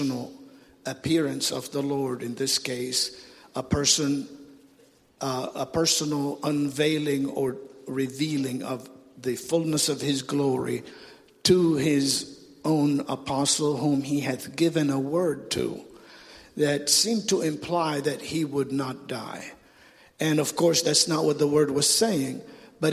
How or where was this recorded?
large echoing room